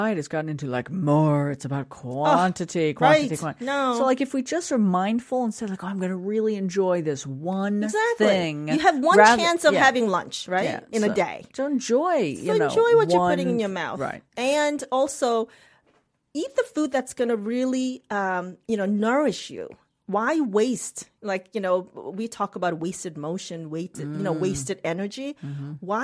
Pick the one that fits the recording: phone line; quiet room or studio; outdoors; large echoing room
quiet room or studio